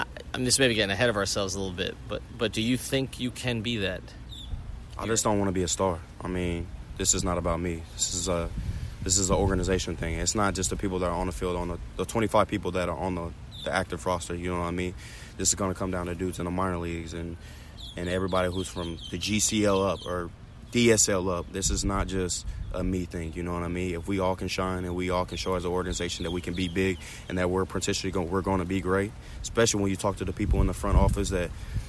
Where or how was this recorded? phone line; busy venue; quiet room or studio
busy venue